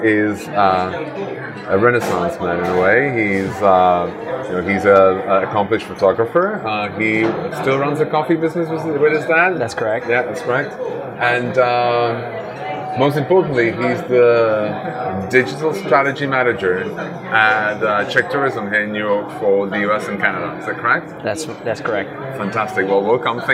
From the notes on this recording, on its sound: recorded the interview in Ichiran Ramen in Brooklyn